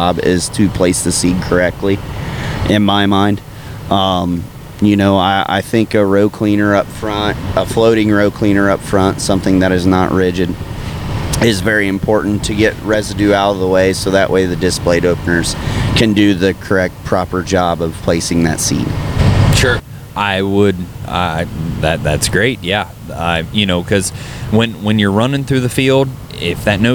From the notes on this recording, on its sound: Don't mind the noise, we were in a service truck headed to Michigan and the noise gets better as we go along but it is what we had to work with at the time.